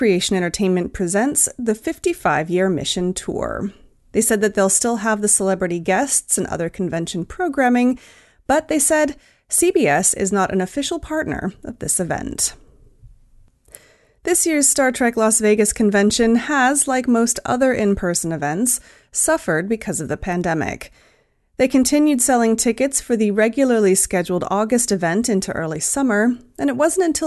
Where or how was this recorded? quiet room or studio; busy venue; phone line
quiet room or studio